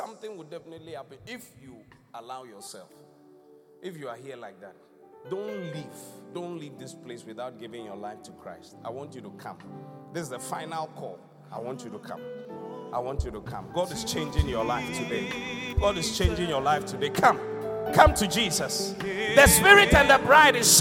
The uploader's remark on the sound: Thanksgiving Service ( Encounter Service ). Preached at The Qodesh.